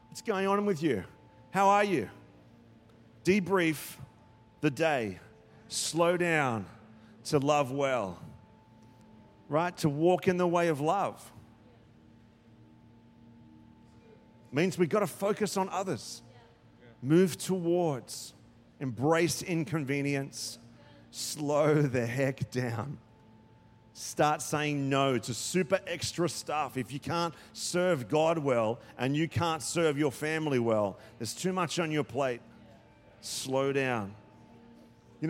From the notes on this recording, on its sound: Recorded during our 9am service on Sunday, the 19th of November 2023.